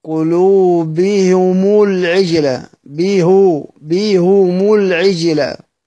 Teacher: وسيدنا حمزة، سيدنا الكسائي، سيدنا خلف العاشر ضم الهاء والميم